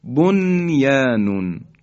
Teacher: مثلا نمیتونیم بگیم دو یا، میگیم دن یا میگیم کلمه بنیانون، بن درسته که نون ساکن به یا رسیده، بن یا، اما در اینجا دیگه چون هر دو در یک کلمه هستن ادغام صورت نمیگیره و نون رو ما کاملا اظهار میکنیم